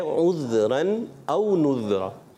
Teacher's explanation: ہم نے عین اور ذال کو موٹا نہیں کرنا، اور نذرن ذال میں کلکلہ بھی نہیں کرنا اور موٹا بھی نہیں کرنا